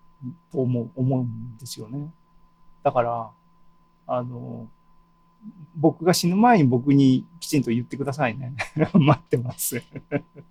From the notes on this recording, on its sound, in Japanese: ２０２２年７月２７日に開催した ZOOMライブの模様です